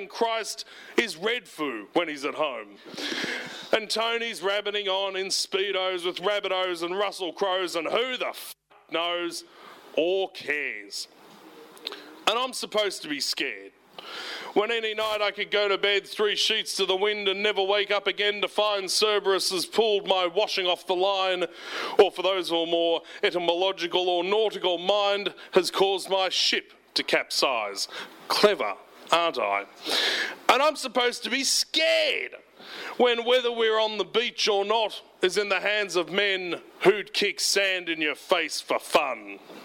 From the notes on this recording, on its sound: This archival recording is from a performance at The Dan O'Connell Hotel.